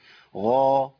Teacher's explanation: الغين عندي مفخمة. وأي حرف من حروف التفخيم مفتوح يبقى عندي بيبقى في أعلى مرتبه. صوته يبقى قوي.